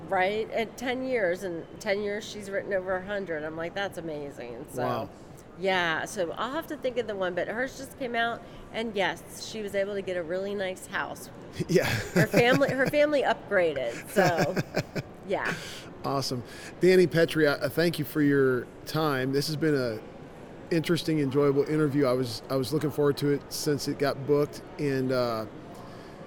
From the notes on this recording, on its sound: LIVE from CPE 2022!